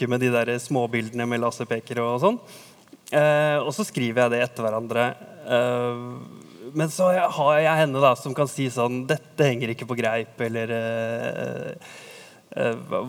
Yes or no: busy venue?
yes